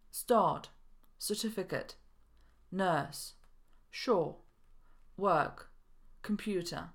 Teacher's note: Nie wymawiamy R w następujących słowach